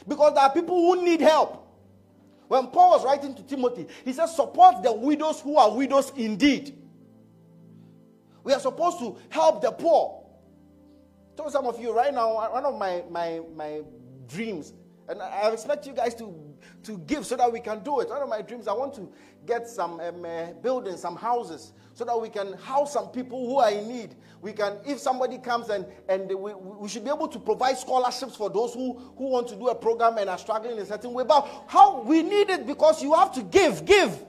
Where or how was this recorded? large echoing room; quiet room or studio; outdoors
large echoing room